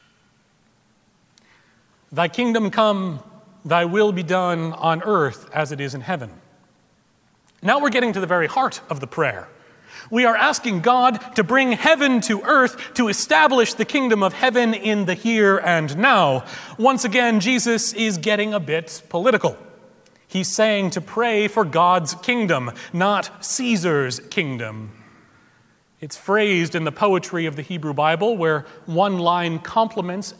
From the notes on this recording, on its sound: Recorded February 19, 2017 at Trinity Presbyterian Church in Bixby, Okla.